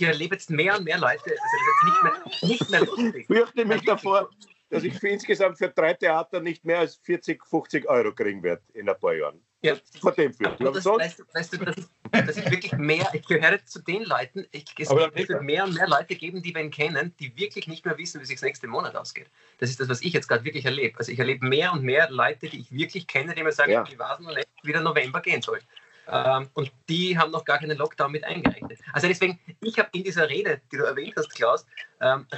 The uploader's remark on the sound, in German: Aufzeichnung einer Skype Session. Finden sie ihr Publikum, indem sie einander via Skype am Abend beim Reden zusehen.